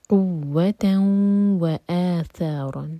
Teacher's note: ادغام غنہ کے ساتھ، تو ناک میں آواز دی جائیں گے اور دو سیکنڈس کا ٹائم دیں گے